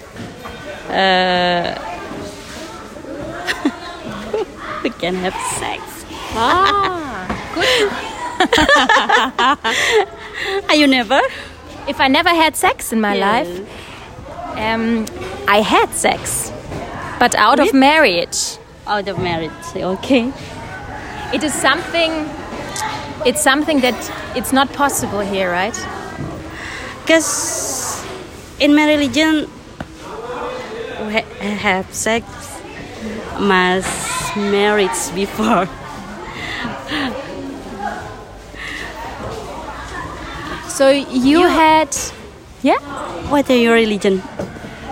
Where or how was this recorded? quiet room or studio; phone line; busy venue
busy venue